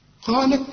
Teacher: القاف من اعلى حروف التفخيم اللي بعدها الف